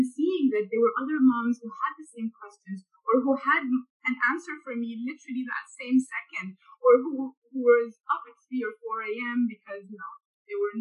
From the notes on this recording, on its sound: A Zoom chat.